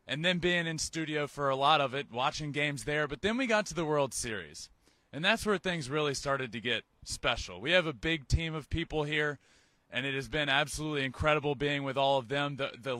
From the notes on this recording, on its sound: Live from Minute Maid park the day before Game 6 of the World Series!